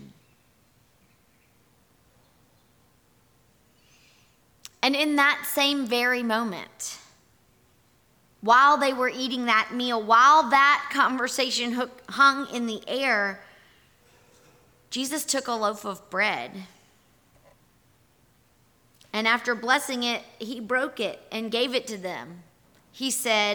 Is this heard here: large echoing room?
yes